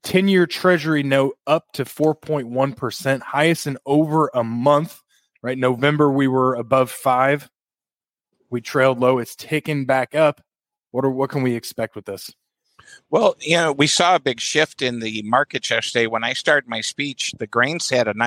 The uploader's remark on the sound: Live From Ag Country Ag Focus 2024. Live show.